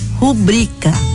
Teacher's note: Rubrica é uma palavra paroxítona. Tem a penúltima sílaba tônica, nesse caso, bri